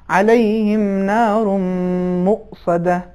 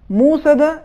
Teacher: حرف واو کے اوپر جو حمزہ ہے یہ حمزہ تلفظ ہوگا · Shown in: first take · لہٰذا اس کا صحیح تلفظ یہ ہے علیہم نار مؤصدہ.